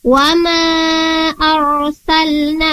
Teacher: Di sana ada ro, ro-nya sebelum huruf ro ada fathah, ro-nya sukun, maka dia ditafkhimkan atau ditebalkan. Wa ma arsalna, bukan arsalna tapi arsalna, karena dia tebal di sini huruf ro-nya.